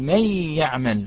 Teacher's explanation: لم يأتي بالغنة، وأكمل التشديد فيه · Term: إكمال تشديد